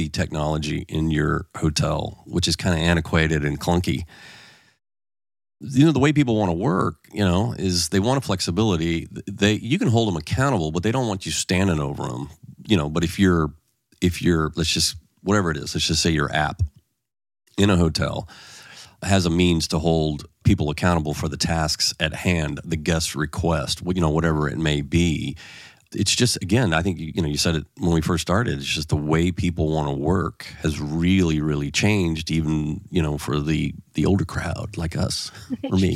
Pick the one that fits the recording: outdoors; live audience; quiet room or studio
quiet room or studio